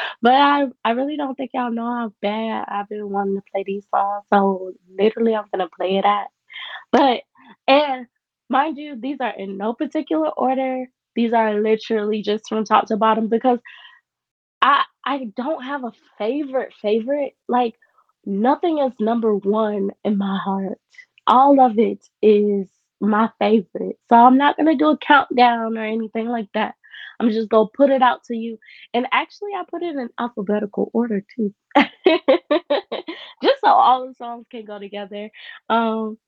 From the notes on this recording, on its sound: Not be the best because I had to use my headphones because my mic couldnt be connected, my apologies.